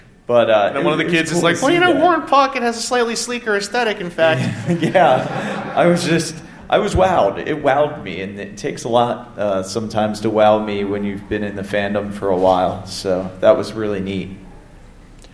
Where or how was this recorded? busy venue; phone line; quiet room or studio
busy venue